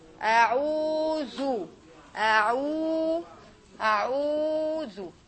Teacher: This is the ayn with the dhamma, long vowel. Then we have the dal and the dhamma.